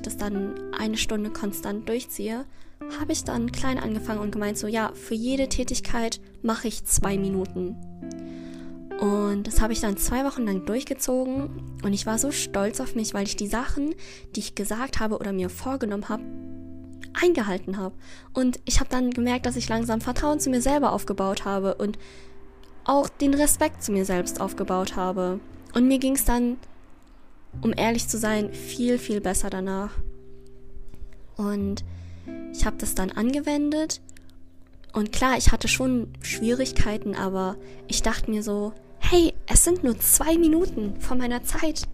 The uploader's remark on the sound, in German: Tut mir leid für die Hintergrundgeräusche.